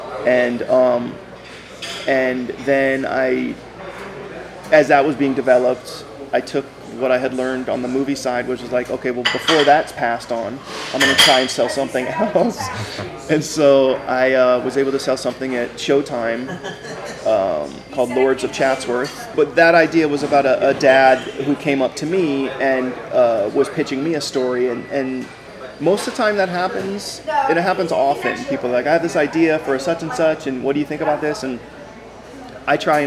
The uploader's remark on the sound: A candid chat in a diner (excuse the background noise)